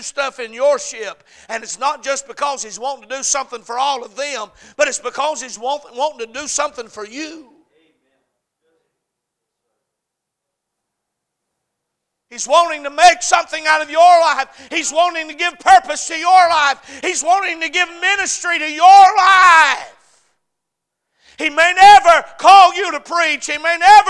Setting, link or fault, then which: setting, large echoing room